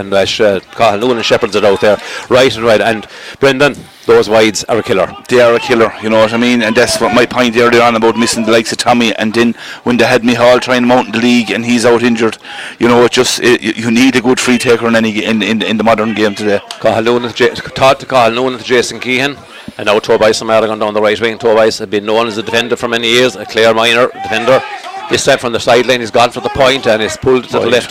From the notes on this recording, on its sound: Outside broadcast